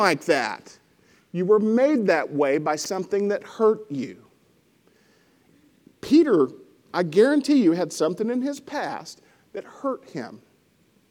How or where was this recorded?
large echoing room